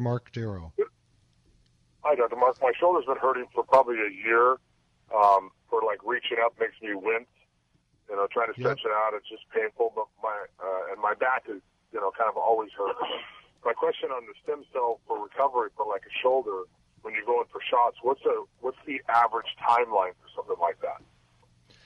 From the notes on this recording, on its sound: same caller who called in earlier